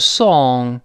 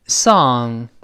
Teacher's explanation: 英国人会读成 song。Song 有个撅嘴的动作 · Shown in: first take